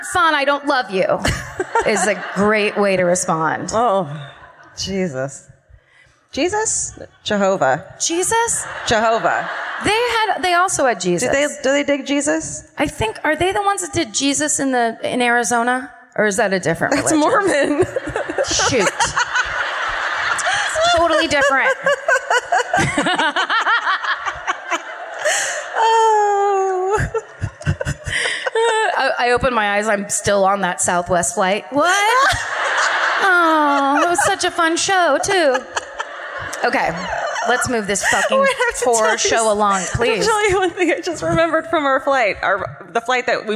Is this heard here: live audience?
yes